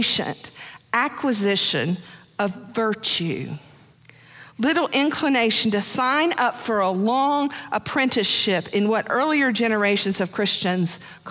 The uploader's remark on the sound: Preached on January 1, 2023, for our New Year's Day Worship Service.